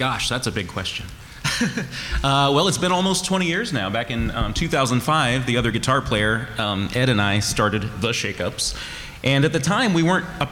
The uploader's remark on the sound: Serious Fun returns with another slate of live episodes from the 2023 Brown County Library Pop-Con! In front a live audience!